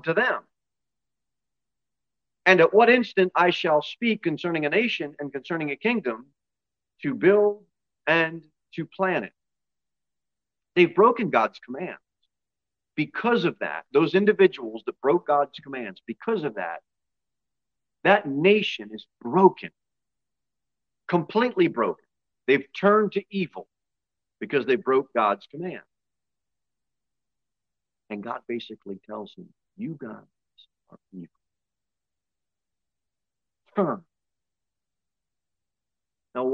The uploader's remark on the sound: Sermon delivered at Pilgrim Baptist Church on Sunday, August 20, 2023, at 2:15 pm.